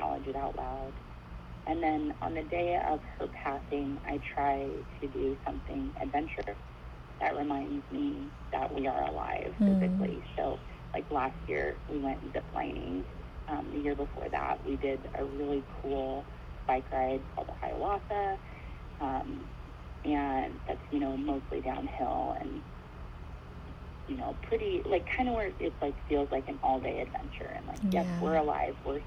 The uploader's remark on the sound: This episode is Audio only, recorded over the phone as preferred by my guest. There is no video to watch and the sound quality is a bit lower than my usual.